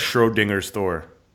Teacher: I've never had anybody pronounce it with the emphasis on dinger